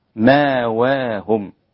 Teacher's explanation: مأواهم فيها إبدال الهمزة للسوسي وأبو جعفر وحمزة وقف